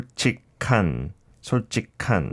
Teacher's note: when 기억 is followed by 히읗, 기억 changes to 키읔, the k sound. K sound.